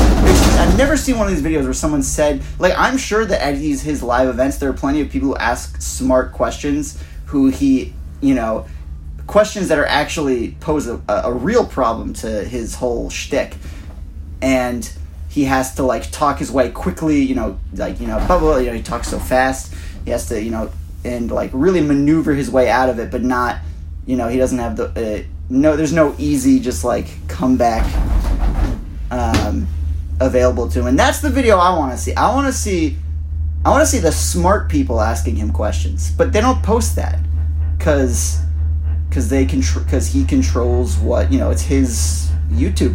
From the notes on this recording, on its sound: Live from a gondola in Mont Tremblant